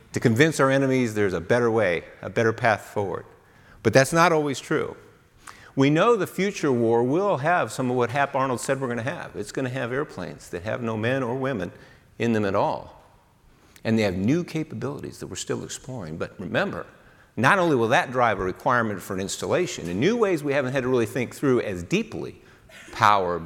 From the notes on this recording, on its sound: AFIMSC Commander delivers the keynote speech at the 2019 SAME-IFMA Workshop.